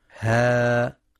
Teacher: ها، حركتان فقط لأنها من حروف حي طهر تمد بمقدار حركتين فقط